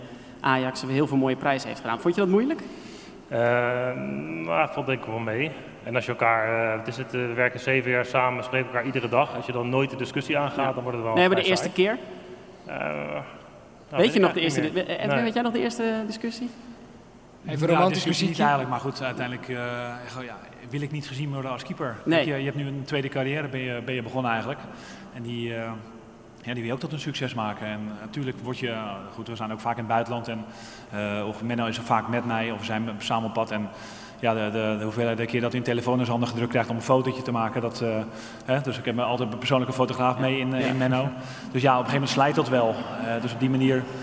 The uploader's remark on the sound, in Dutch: Een Ajax Podcast met publiek! Op het Kick-off event voor de Ajax business relations stond onze studio in een hele ongebruikelijke setting, op een podium met meer dan 600 Ajacieden in het publiek.